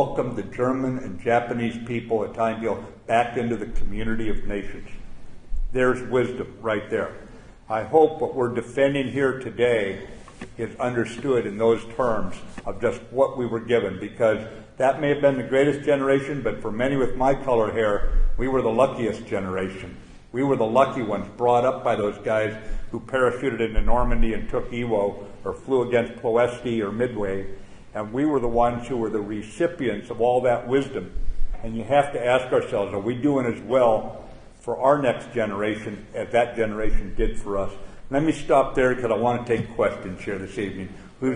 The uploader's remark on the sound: at the Combat Development Dinner